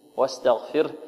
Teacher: الواو مرققة، والسين كذلك مستفلة، والتاء مستفلة، والغين مفخمة